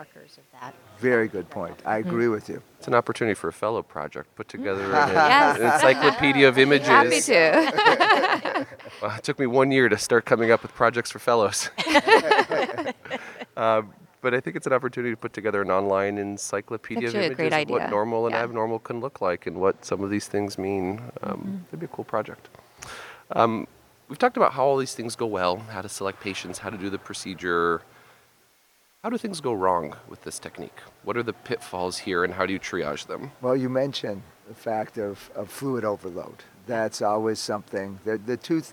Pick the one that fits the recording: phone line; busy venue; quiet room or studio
busy venue